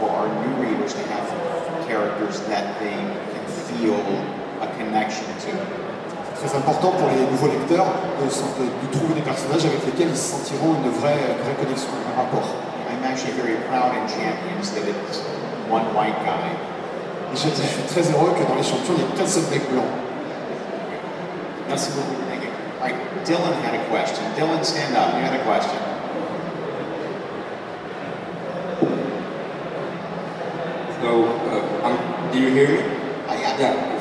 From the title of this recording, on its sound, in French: Conférence TGS 2017